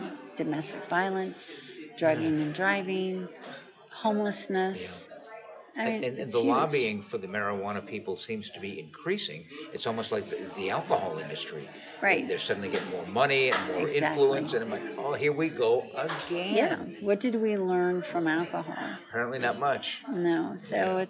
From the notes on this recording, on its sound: at the 45th Annual TAAP Conference in September 2019